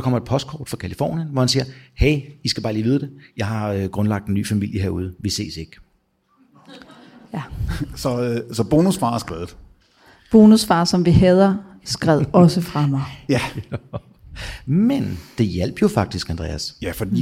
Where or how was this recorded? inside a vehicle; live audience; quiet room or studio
live audience